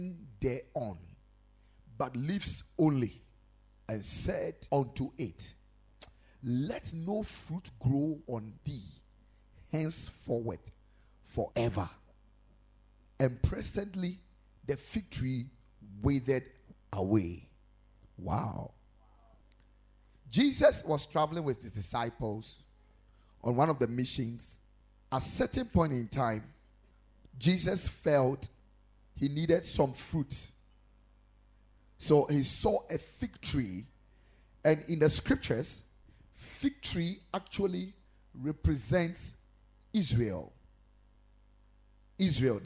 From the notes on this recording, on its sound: Preached at Ekklesia Chapel